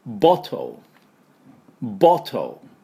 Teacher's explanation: イギリス式はお、喉の奥でおって言って T をしっかり出します。